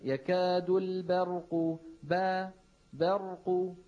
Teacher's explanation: لما نقول مثلا يكاد البرق باء برق، لأنه كلمة برق ثلاث حروف، باء رقيقة وراء مفخمة وقاف مفخمة